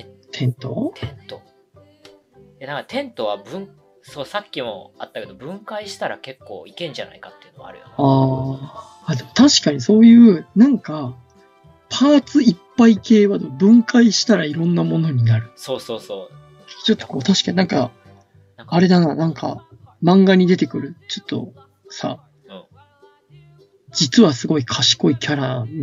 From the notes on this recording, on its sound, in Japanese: 2020年にYoutubeで配信した音源のアーカイブです。音質や編集にお聞き苦しい箇所があるかと思いますが。